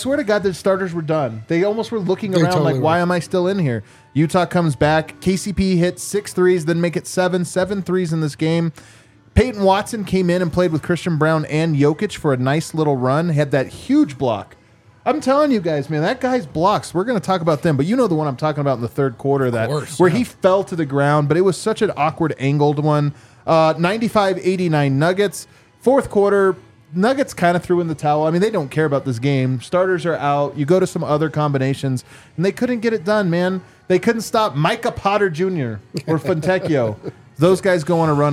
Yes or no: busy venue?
yes